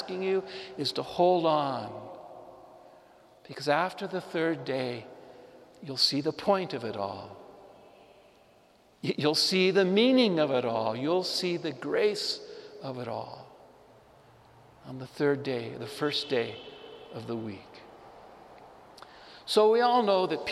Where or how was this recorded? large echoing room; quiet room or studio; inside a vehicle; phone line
large echoing room